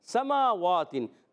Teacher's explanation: میم پر کھڑا زبر واو پر کھڑا زبر دونوں کو ایک ایک الف کھینچیں گے سین کی زبر کو نہیں کھینچنا سیٹی کے ساتھ ادا کریں · واو پر کھڑا زبر دونوں کو ایک ایک الف کھینچیں گے سین کی زبر کو نہیں کھینچنا سیٹی کے ساتھ ادا کریں گے